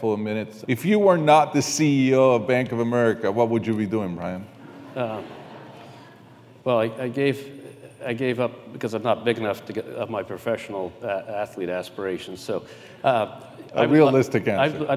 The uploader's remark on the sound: We're sharing a conversation that was recorded in front of a live audience at the Charlotte Business Alliance's annual economic outlook event.